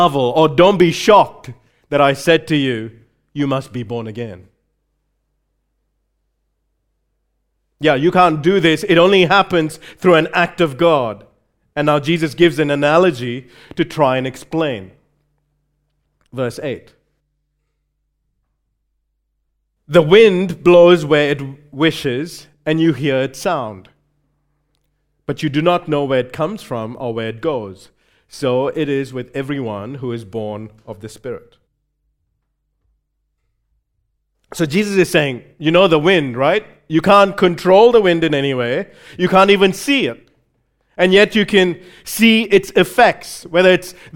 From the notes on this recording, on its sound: recorded live at Grace Community Bible Church